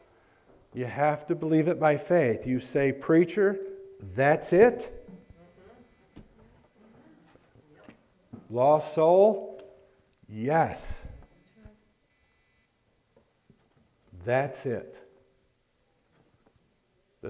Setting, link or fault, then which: setting, large echoing room